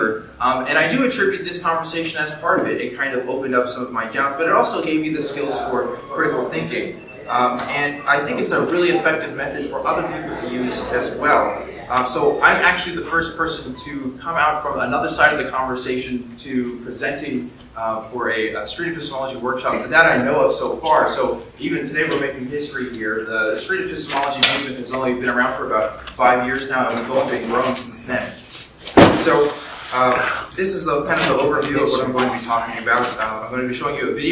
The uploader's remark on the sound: Columbus, Ohio. My presentation for the Secular Student Alliance Convention 2018!